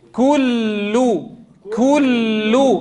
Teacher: عند الكاف أضم الشفتين، عند اللام الأولى الساكنة أسكن أعضاء النطق ثم أضم عند اللام المضمومة، هكذا كل كل.